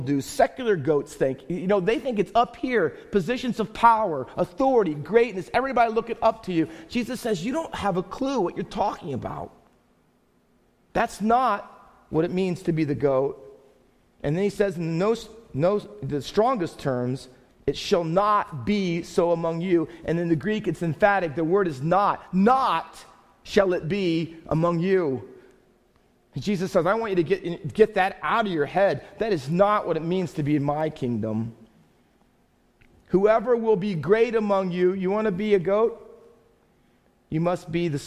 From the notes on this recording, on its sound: Faith Baptist Church in Hamilton, NJ.